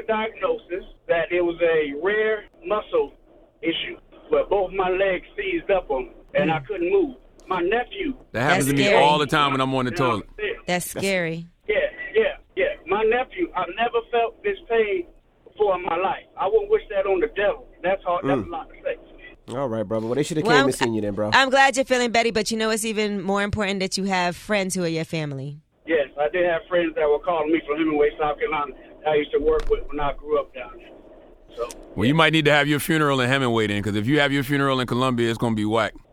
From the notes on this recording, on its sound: Callers call in for advice.